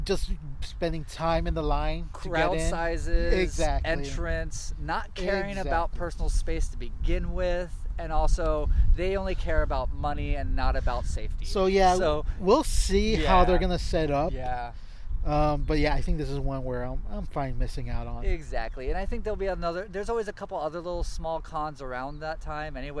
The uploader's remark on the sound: met up to record a new episode at El Dorado Park